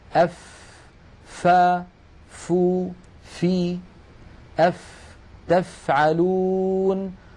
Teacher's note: بطن الشفة السفلى مع أطراف الثنايا العليا، هذا المكان يخرج منه حرف واحد، هو حرف الفاء.